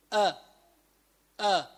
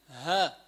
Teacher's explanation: أقصى الحلق من تحت في حرفين، في عنا الهمزة والهاء، يعني بقول أ أ من أسفل الحلق، كمان ها ها، هدول مخرجهم من تحت أسفل الحلق.